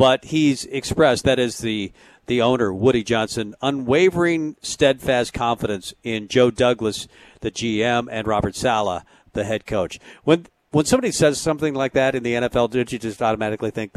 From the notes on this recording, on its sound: Tailgate Tuesday live from Chick-Fil-A